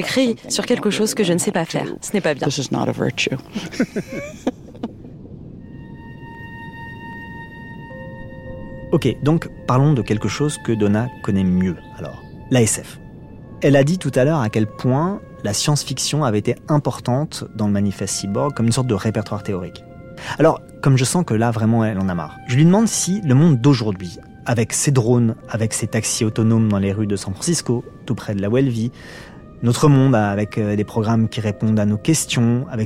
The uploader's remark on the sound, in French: Sous un arbre.